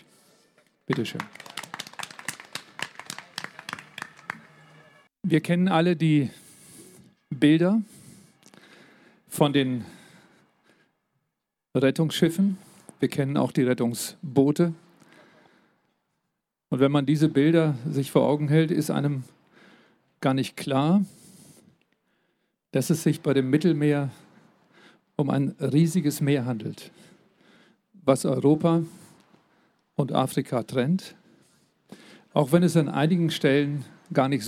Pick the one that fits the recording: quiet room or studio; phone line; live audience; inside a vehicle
live audience